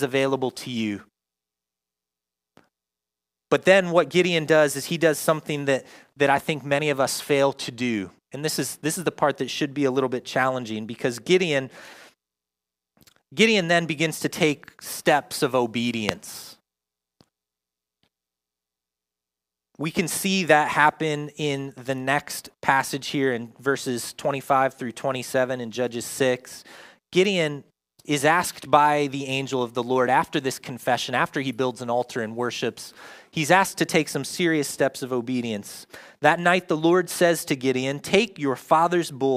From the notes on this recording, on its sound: Join us for a new teaching live from Covenant Church! In Person services at 9:30am and 11am at AMC Theatre Grove City.